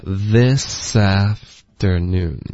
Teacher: this 跟 afternoon 要连着说